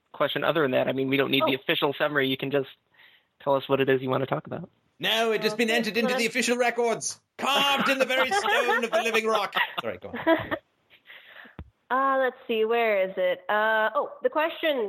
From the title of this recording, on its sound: Saturday Call In Show